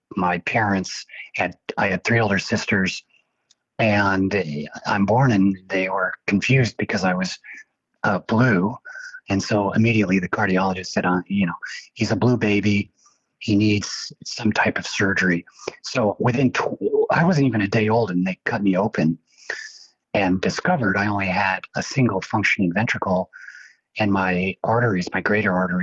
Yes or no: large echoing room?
no